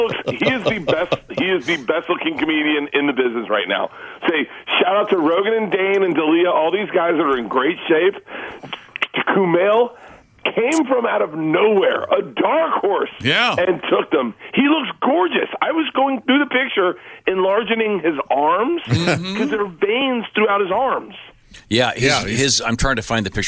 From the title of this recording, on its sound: on the Phone!